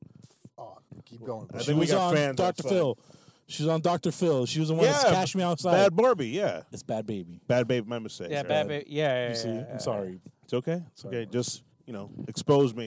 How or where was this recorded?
inside a vehicle